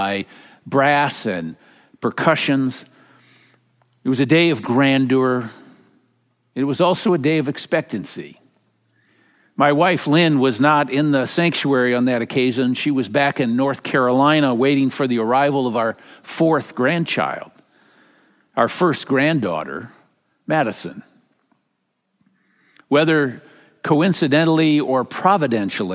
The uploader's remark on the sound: Message delivered during the Traditional Worship Service. San Marino Community Church.